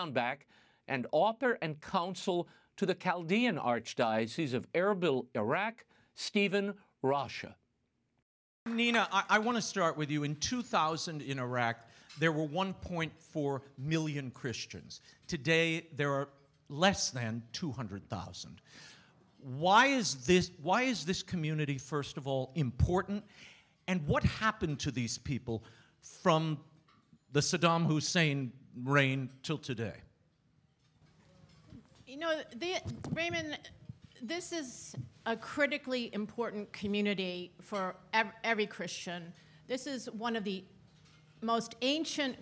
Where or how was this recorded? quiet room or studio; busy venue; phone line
busy venue